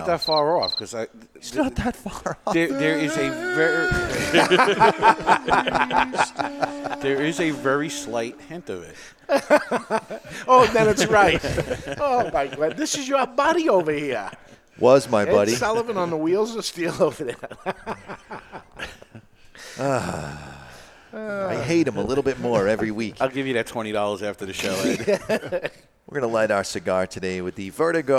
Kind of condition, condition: setting, live audience